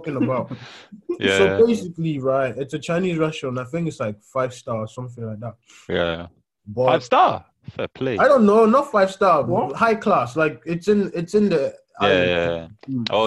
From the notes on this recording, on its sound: We bring you an episode over Zoom.